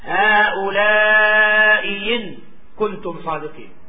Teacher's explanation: إبدال الهمزة من جنس حركة ما قبلها · Term: الإبدال